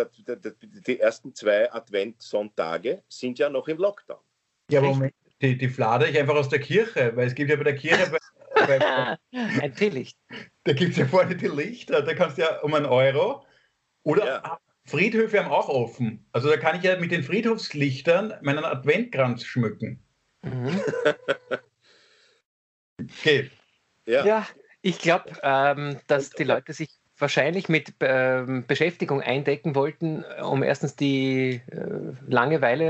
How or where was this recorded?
video call